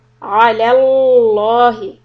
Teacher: the lafz jalala lam is going to be heavy